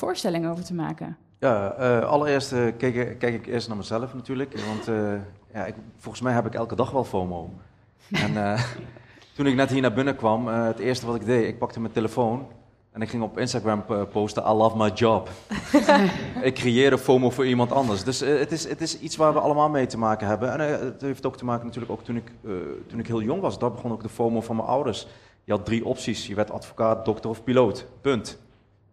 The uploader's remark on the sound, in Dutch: Een live gespreksprogramma dat op 7 oktober werd opgenomen in de Serre van de Botanische Tuinen in Utrecht. Luister in deze podcast naar een compilatie van het gesprek terug.